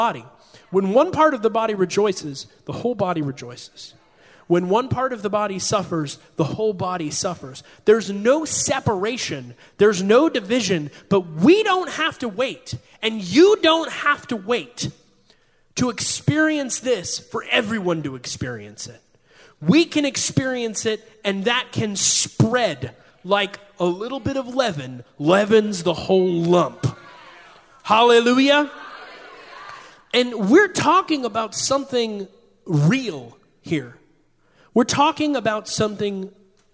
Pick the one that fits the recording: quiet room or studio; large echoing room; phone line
large echoing room